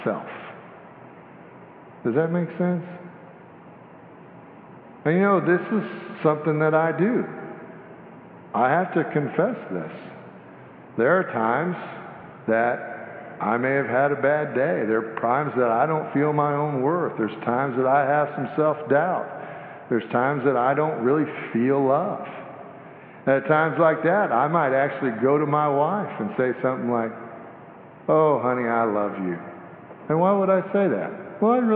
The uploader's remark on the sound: Sanctuary Service